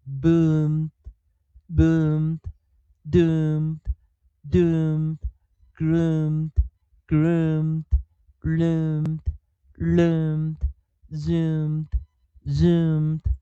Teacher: M 做这个尾音的时候啊，它是一个嘴巴完全闭合的 nasal 鼻音